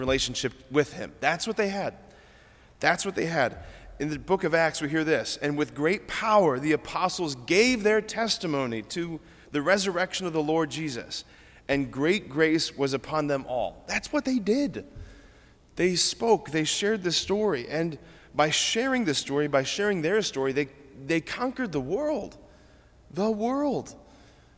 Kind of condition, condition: setting, large echoing room